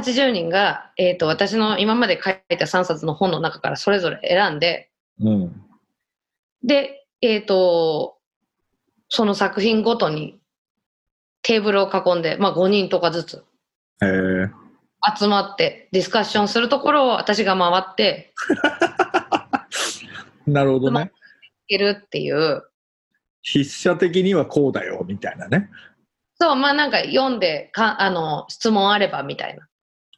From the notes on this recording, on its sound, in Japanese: 今回の収録はビデオ会議サービス「ZOOM」を使用し。一部聞き取りづらい箇所があります。